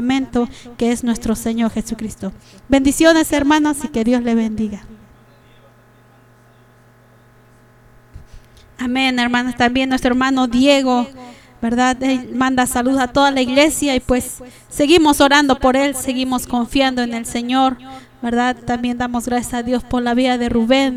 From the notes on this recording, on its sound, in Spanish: TRASMISION EN VIVO DE LA IGLESIA CRISTIANAN MARANATHA